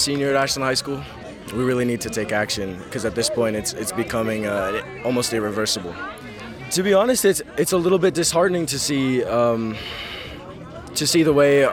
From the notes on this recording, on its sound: We hear from the students at the rally and the pained shouts of the people who participated in the Polar Plunge fundraiser